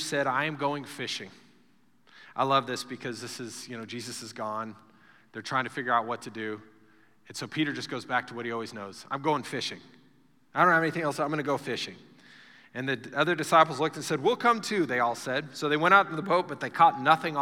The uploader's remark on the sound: Recorded live during our Wednesday night service